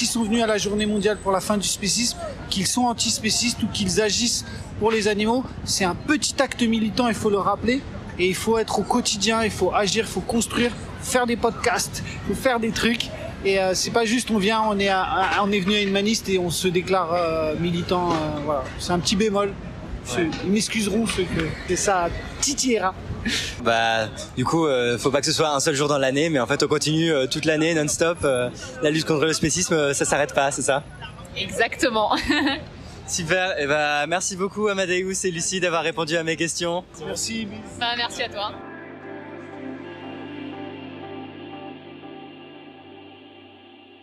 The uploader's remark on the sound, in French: Reportage à la Marche contre le spécisme à Paris